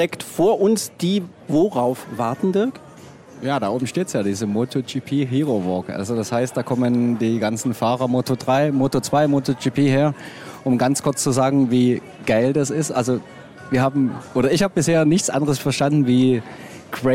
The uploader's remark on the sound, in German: Im Sonntagsbrunch erzählte er davon - live neben der Rennstrecke. In seinem mobilen Sendestudio erleben.